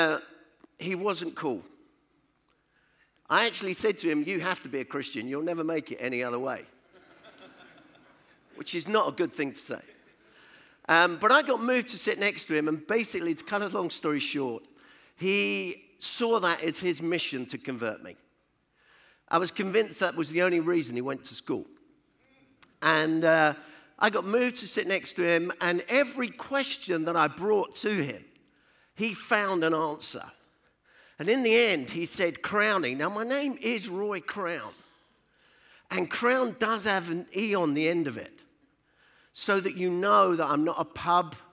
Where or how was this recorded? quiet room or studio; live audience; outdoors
live audience